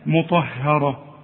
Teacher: الراء مفخمه والطاء كمان مفخمه، ها. لكن اله هي المرققه